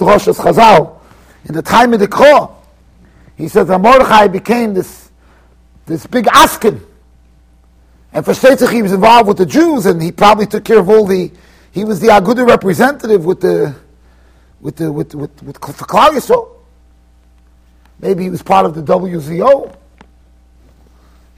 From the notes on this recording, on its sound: Shiur recorded in Yeshivas Ohr Reuven, Monsey NY.